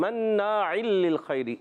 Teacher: مناع للخیر میں میم کو نون سے ملائیں گے، نون مشدد ہے · Term: ادغام